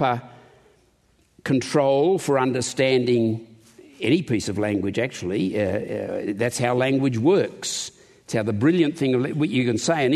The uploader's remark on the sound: In this conference session